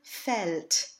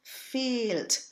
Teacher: First, the a umlaut is always transcribed phonetically as the open epsilon e. In this case, a short open e, because it's followed by a double consonant. · Shown in: first take · If you pronounce this vowel too closed, we get the word fehlt, from fehlen, to miss, which would completely reverse the meaning of this phrase.